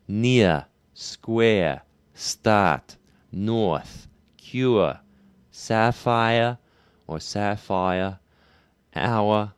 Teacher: But on ear, air, R, or, ur, ire, and our, there is no R coloring. So, near, square, start, north, cure, sapphire, or sapphire, hour, it's all ending in a schwa. · New York City is a non-rhotic dialect. That means that there's no R coloring, typically, in New York City.